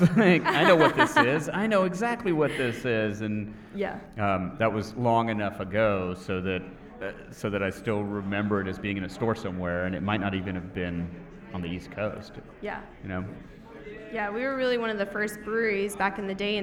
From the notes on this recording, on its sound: Flying Dog Brewery LIVE! Visit Flying Dog Brewery in Frederick, Maryland.